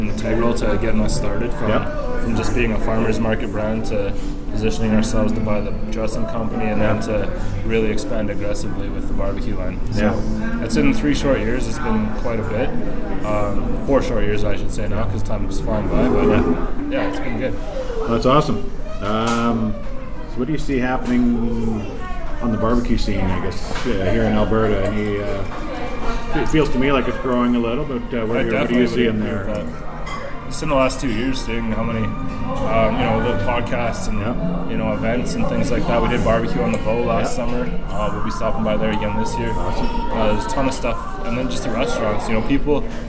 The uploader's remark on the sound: We recorded this episode in Canmore, AB at Where The Buffalo Roam Saloon at 626 8th St.